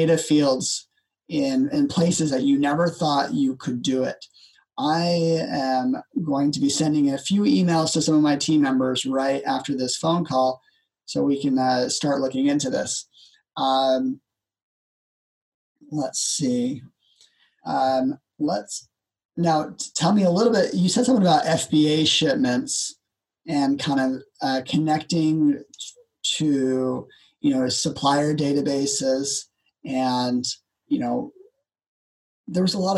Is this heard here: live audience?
no